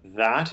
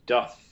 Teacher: that is voiced and doth is unvoiced. The same articulation, but one with voice and one unvoiced.